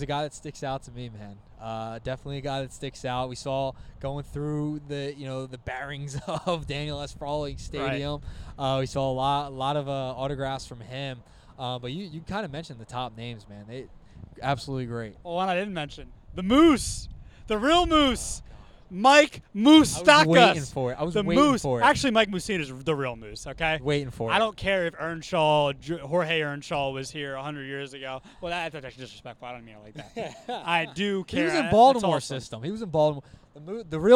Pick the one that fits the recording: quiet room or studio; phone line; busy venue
busy venue